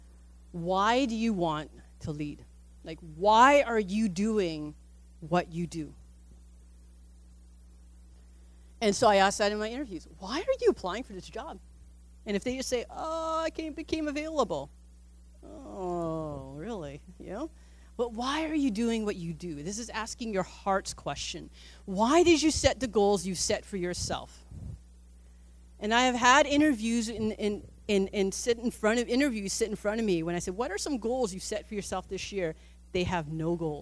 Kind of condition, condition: setting, large echoing room